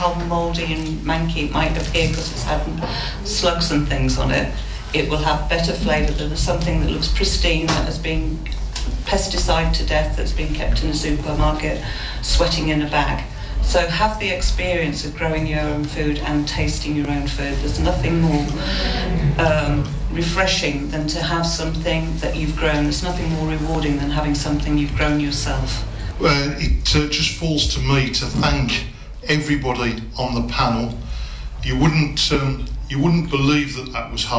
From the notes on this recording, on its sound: This is the recording of the Panel Discussion at the Green Fair this year that was held at the Bishop Auckland Methodist Church. It includes speeches made at the Fare.